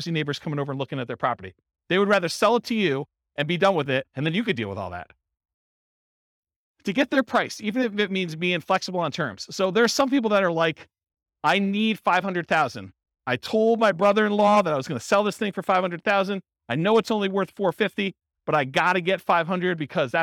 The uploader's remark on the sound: This was a live class recorded